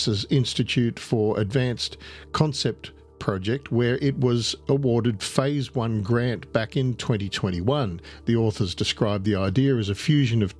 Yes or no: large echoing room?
no